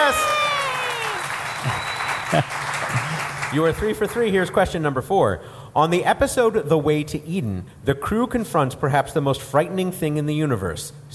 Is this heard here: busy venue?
yes